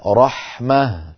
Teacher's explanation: تكون في الوصل تاء وفي الوقف هاء ساكنة ولا يدخلها الروم ولا الإشمام. · Term: هاء التأنيث